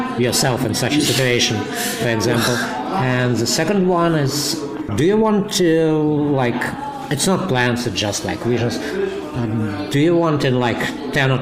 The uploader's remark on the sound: Sorry for the background noise, we talked in a pub that was almost empty when we started but became quite crowded in the course of the conversation.